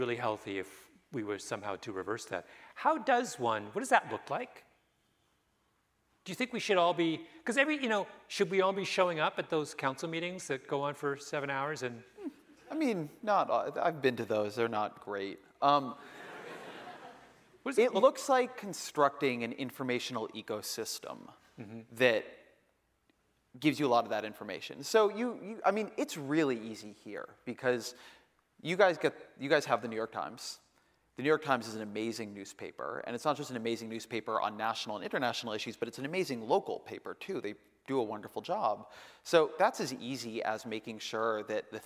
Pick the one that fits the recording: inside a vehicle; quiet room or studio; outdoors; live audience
live audience